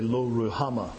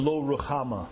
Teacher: I have that guttural sound, because that's how the H is to be pronounced in the middle · Shown in: second take